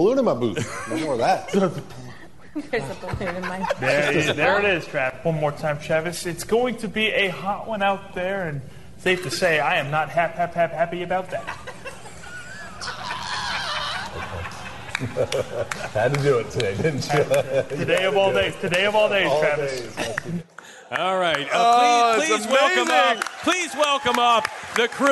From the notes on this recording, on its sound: Live from Hail Varsity Club. A young listener joins the guys on stage. Live Q&A with fans.